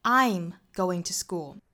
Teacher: 比如说我在 I 上面做重读